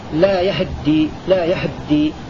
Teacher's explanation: فتح الياء واختلاس فتحة الهاء وتجريد الدال هكذا لا يهدي، لا يهدي اختلاس فتحة الهاء مع تجريد الدال.